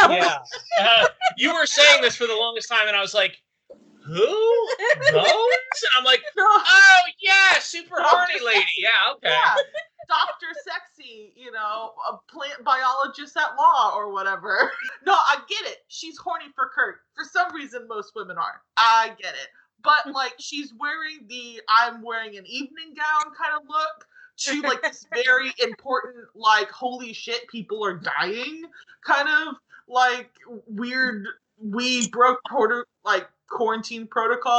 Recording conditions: poor sound quality